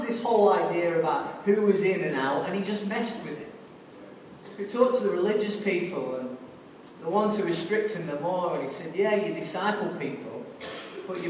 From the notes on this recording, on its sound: Recorded live at Life Church on Sunday 22nd January 2017.